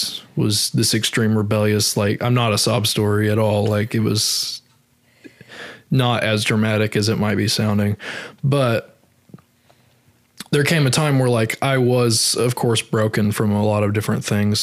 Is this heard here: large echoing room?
no